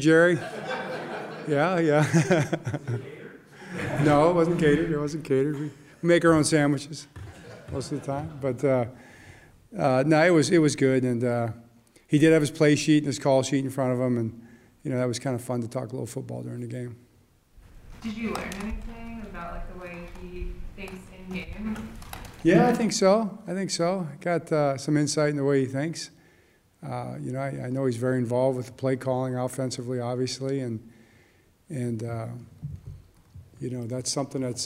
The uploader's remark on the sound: Press Conference.